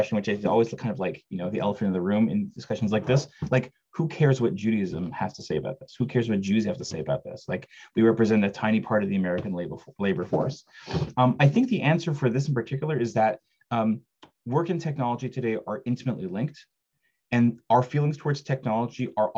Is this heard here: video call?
yes